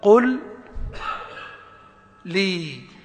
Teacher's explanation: فقل مختومة بلام ساكنة، ولي مبدوءة بلام متحركة، حينئذ تدغم اللام الأولى في الثانية · Term: الإدغام